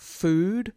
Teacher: the one at the beginning of food is a labiodental, so it involves labio, the lips, and dental, the teeth. So you put your teeth on your lower lip, right?